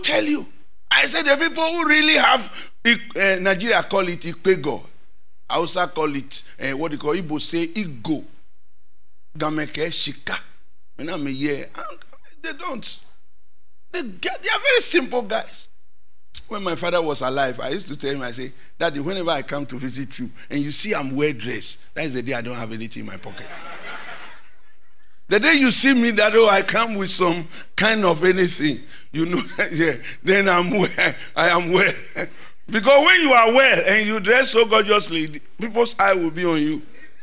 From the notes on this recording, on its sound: Sermon preached at CBC Shiashie Campus